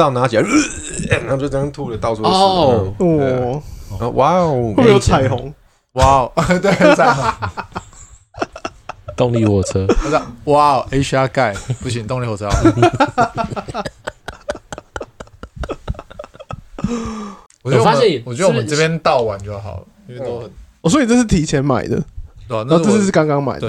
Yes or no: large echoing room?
no